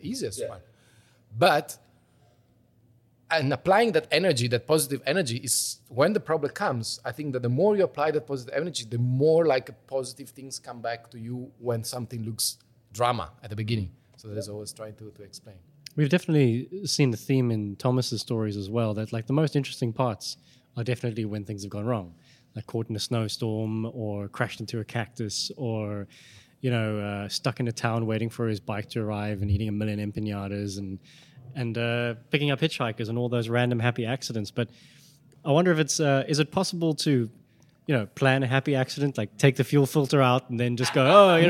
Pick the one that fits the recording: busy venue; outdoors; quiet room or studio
busy venue